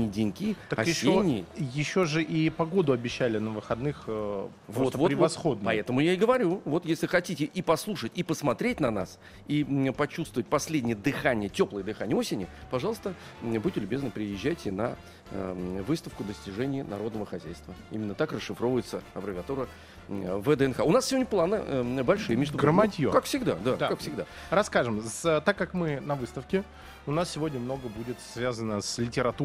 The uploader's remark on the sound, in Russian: Специальный выпуск шоу "Хочу все знать" с Московской международной книжной выставки-ярмарки на ВДНХ.